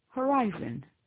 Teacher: En anglais, il y a un accent tonique sur la deuxième syllabe. En français, il y a un léger accent tonique sur la dernière syllabe.